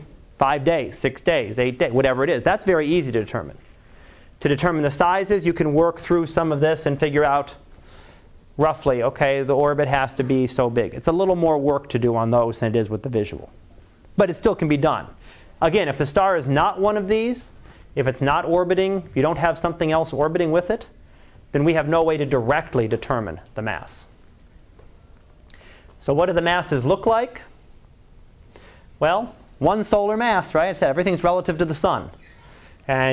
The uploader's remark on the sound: Live Class Lecture